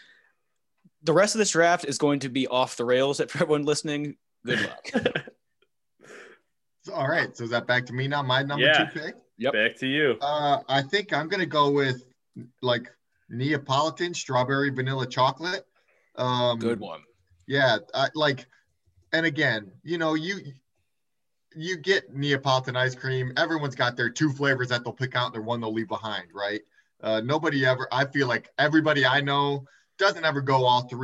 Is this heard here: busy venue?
no